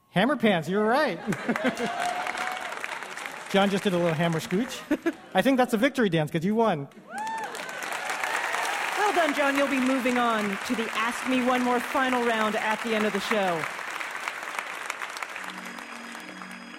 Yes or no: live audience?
yes